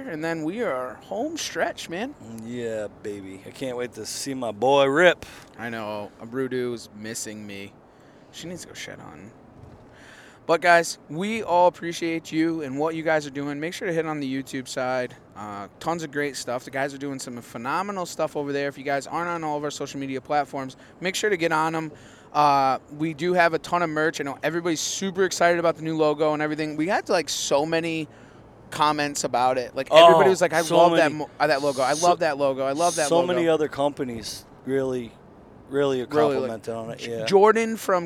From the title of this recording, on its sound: Driving home from GAOS Harrisburg PA